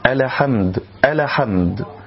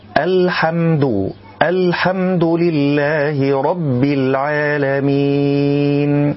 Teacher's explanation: من الأخطاء قلقلة اللام الساكنة من كلمة الحمد · Shown in: first take